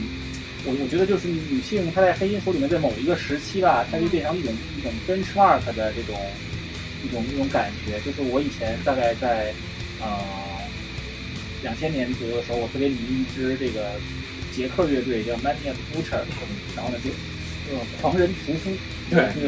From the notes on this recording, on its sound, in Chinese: 这期用手机录的，音质有限。